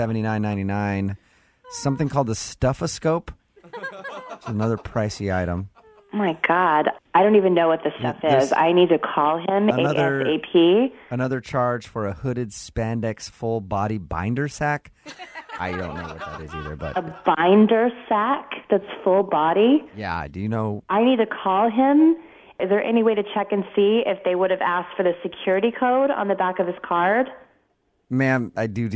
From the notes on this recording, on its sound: Phone Tap: Rubber Swim Mittens by MOViN925.